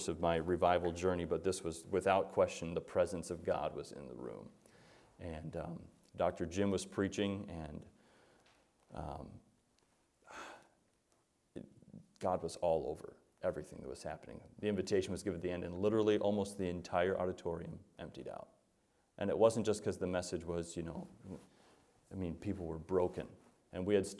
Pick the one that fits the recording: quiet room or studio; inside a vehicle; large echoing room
large echoing room